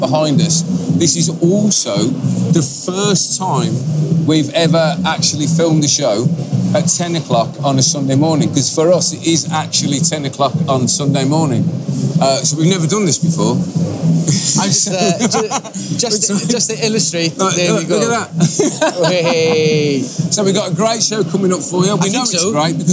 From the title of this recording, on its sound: Live from the BIG LONDON Tattoo Show!